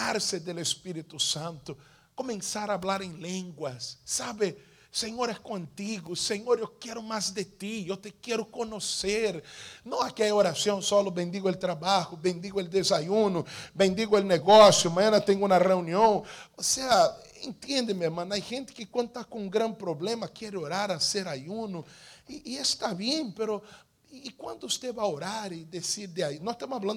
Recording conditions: large echoing room